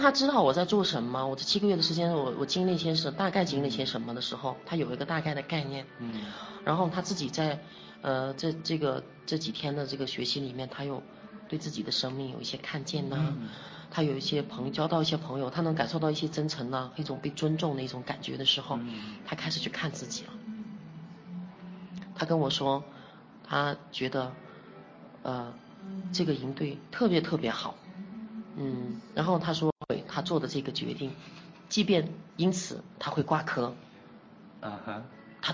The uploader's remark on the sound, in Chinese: 因為是在咖啡廳錄製的關係，所以還會聽到咖啡機。錄製地點 中國雲南省昆明巿。又帶我去了一家名為『當年情』的…主題咖啡館。